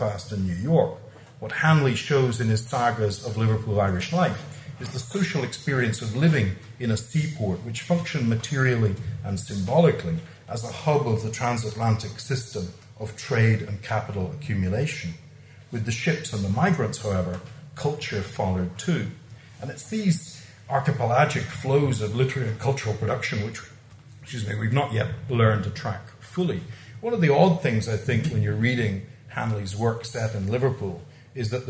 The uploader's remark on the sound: recorded at the Dockland Encounters Symposium.